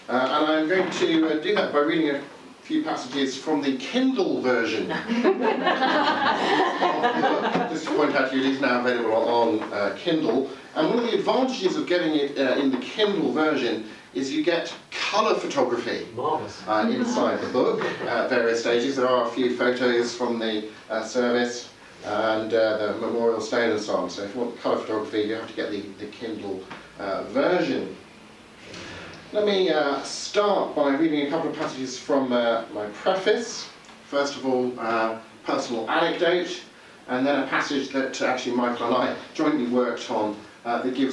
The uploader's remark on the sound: Official book launch at the Oxford C.S. Lewis Society. Recording from the official book launch.